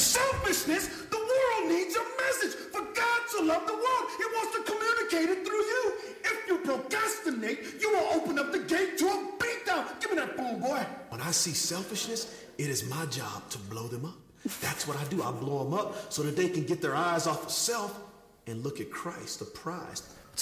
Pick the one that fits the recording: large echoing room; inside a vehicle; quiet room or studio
large echoing room